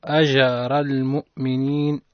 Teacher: الجيم ساكنة حكمها القلقلة لماذا؟ لأنها من حروف القلقلة الخمسة وهي ساكنة والراء مفتاح حكمها التفخيم نعم أجر الراء والتفخيم لأنها متحركة بالفتح نعم المؤمنين سيأتي بيانه إن شاء الله قريب.